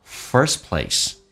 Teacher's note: first 的 t 不发音，但是 t 前面是一个辅音，所以它就不用气流阻塞